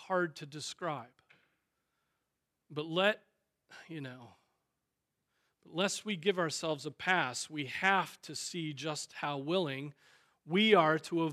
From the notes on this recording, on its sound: Preached on July 2, 2023 at Trinity Presbyterian Church ( Evangel Presbytery ) in Spartanburg, SC.